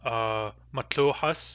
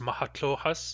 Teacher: She doubles the first syllable and sticks an H in. · Shown in: second take